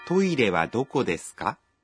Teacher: Trong tiếng Nhật khi đặt câu hỏi, chúng ta thường thêm ka vào cuối câu và lên giọng khi nói.